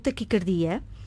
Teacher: Esta palavra pronuncia-se com o A fechado, taquicardia.